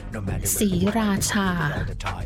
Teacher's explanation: Kind of three distinct syllables. Even we spell it out S-R-I, but the R is not pronounced.